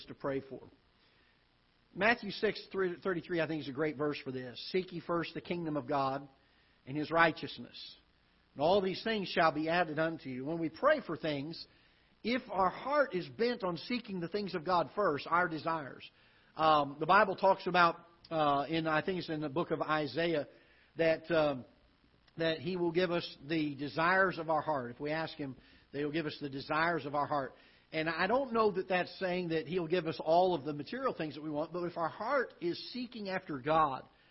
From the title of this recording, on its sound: Ketha Heights Baptist Church ~ Live Broadcast